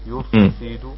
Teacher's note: ونقف على الكلمة بسكون الدال ويكون فيها قلقلة وسطى لأنها متطرفة